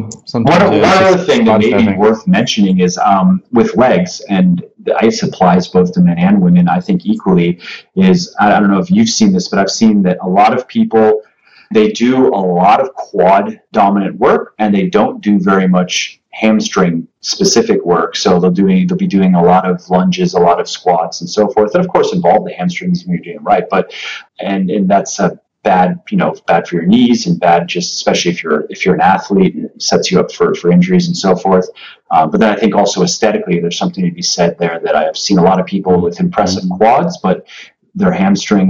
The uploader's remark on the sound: My audio is shit. Unfortunately my good microphone decided to stop playing nice with the program I use to record Skype interviews, and my only backup was my webcam’s terrible mic.